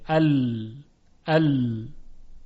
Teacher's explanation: ببینید این کاملا روشنه که هوا از کناره های زبان خارج میشه، البته نه کناره حافه، کناره های طرف اللسان. · Term: انحراف